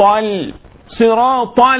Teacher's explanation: بعد الطاء اللام، لام ساكنة واضحة